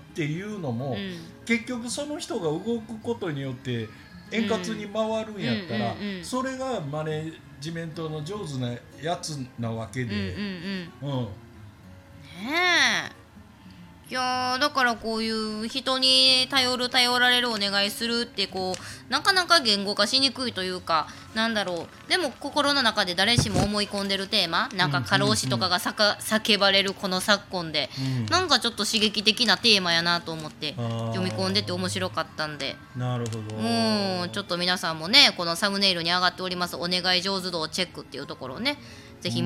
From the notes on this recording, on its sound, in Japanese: 大阪市内のスタジオライブバー・カノンにて収録配信。お酒を飲みながら。